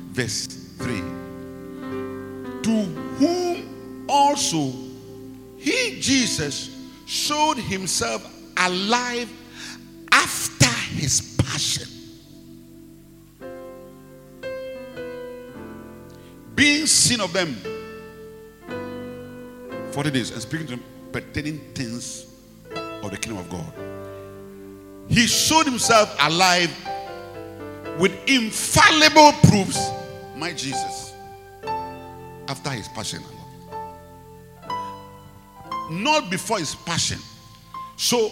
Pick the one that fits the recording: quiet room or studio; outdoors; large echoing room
large echoing room